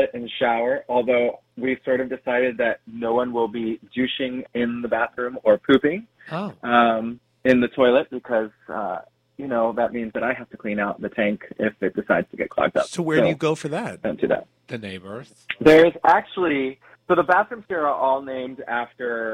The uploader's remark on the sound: calling in with a live report from the Woods Campground